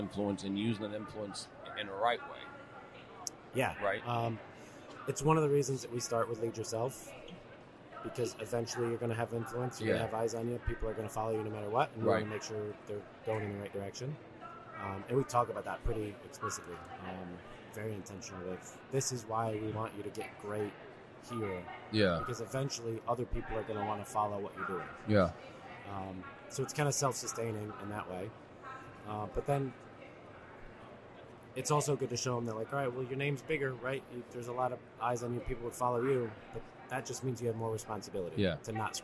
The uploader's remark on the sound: Live from the USC Convention